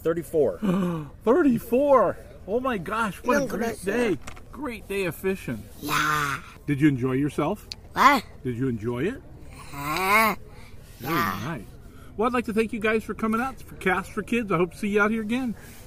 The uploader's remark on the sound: Live at C.A.S.T for Kids Hagg Lake Gaston Or. We are live at 2022 C.A.S.T for Kids event. It was held at Hagg Lake Gaston Or.